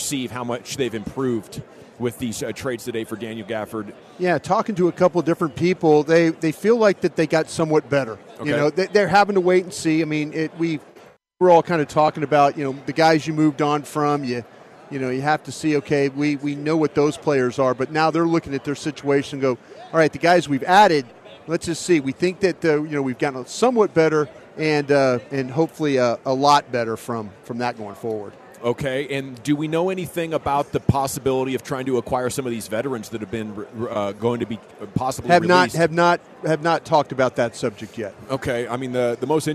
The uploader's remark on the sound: live from Super Bowl Radio Row